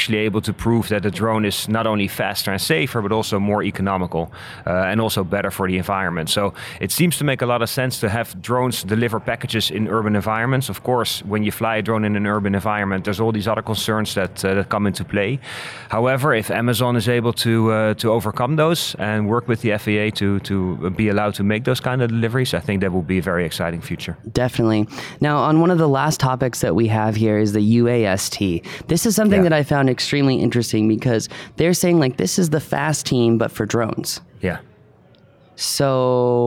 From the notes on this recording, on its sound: Live from 2019 FAA UAS Symposium.